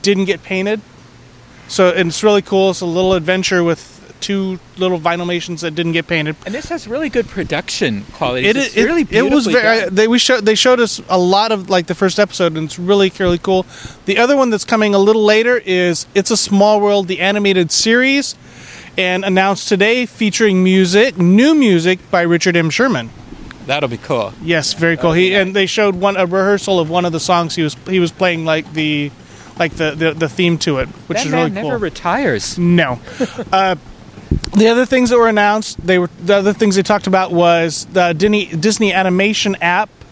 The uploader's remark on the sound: Audio of the live daily recaps from the 3 days of the D23 Expo